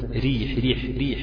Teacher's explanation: الحالة الأولى أن تكسر الراء، تبقى الراء دي مكسورة زي كلمة ريح ريح ريح، الراء مكسورة يبقى مرققة